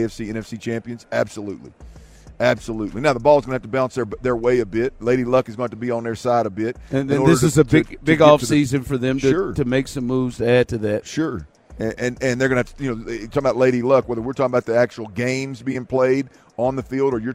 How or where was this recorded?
busy venue